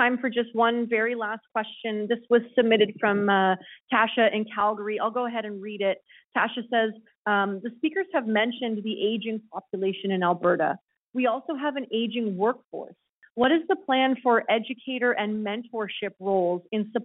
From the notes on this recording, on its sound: Health care professionals participated in a telephone town hall to help shape a stronger health system.